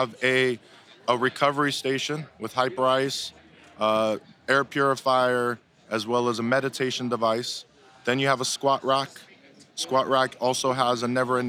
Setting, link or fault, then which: setting, busy venue